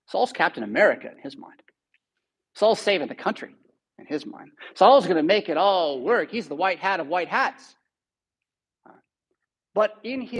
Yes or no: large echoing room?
yes